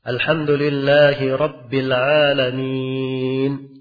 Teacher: Nunnya sukun. Iya. Dia berhenti. Padahal dia asalnya fathah.